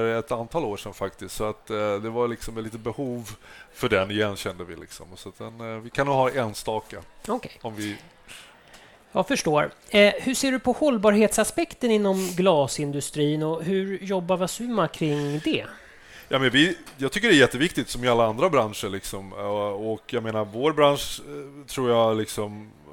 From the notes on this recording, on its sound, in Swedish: Varmt välkomna till ett exklusivt liveavsnitt av OptikerPodden. I månadens avsnitt sänder vi LIVE från Optikmässan 2024 på STOCKHOLM WATERFRONT CONGRESS CENTRE!